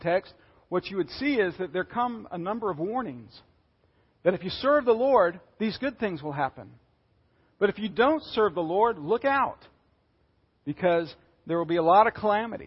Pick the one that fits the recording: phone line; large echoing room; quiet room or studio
large echoing room